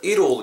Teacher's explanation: 두 번째 문장은 it will it will이 붙으면서 it l l 이렇게 정도로 발음이 될 것 같습니다. it l l will인데 여러분 이게 솔직히 will이라고 발음되는 <clears throat> 경우보다는 약간 will 정도로 발음이 돼요.